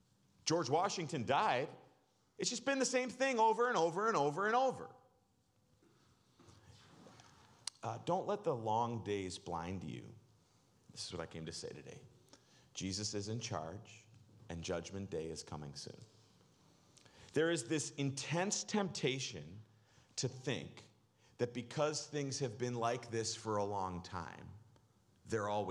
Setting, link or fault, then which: setting, large echoing room